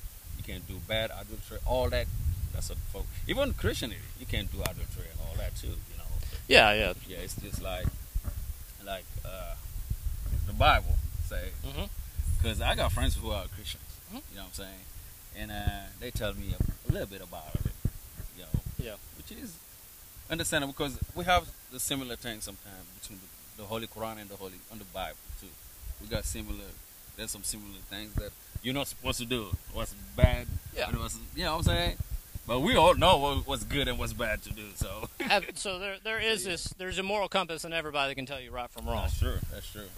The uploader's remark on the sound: We apologize for the audio quality, we are working to make this better in future episodes.